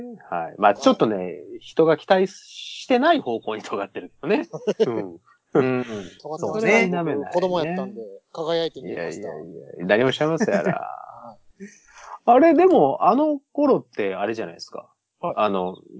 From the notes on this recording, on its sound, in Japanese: 今回もスカイプの収録ですが、ちょっと音質悪目でございます。